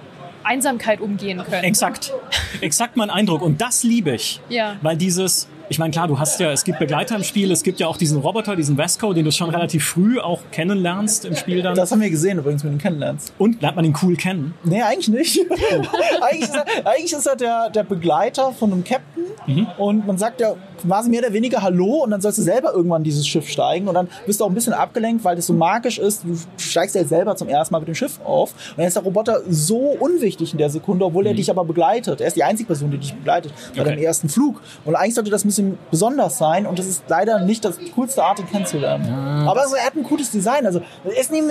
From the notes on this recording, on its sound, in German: Zumindest Letzteres brachte nun die gamescom 2023 in Köln. Im Live-Talk von der Messe.